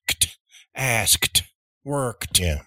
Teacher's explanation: And it has to do with that last consonant being voiced or voiceless. So in the case of asked, the K sound is not vibrating your vocal cords. So the T at the end must also then not vibrate them. It's harder to vibrate the vocal cords afterwards.